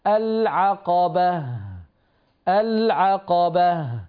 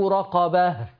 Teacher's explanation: الهاء همس ورخاوة، هواء وصوت